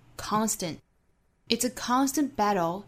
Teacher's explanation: the first 元音上下开口都更大